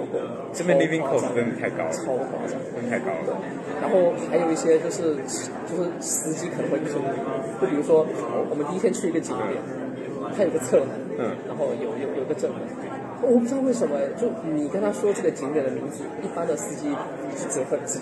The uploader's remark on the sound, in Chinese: 在 KotlinConf’23 现场录播客。就把握机会在现场的 Lounge 区录起了播客。